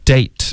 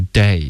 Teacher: 结尾的特省略一定要有一个干脆的停顿 · Shown in: first take · ，不然你发的就是 day,就是一天，而不是约会 date.